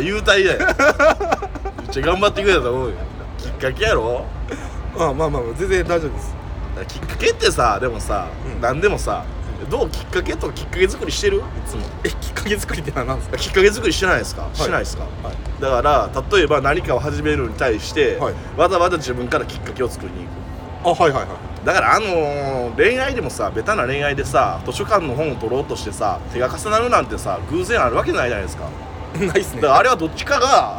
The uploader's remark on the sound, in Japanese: 公園で蚊と戦いながら収録しました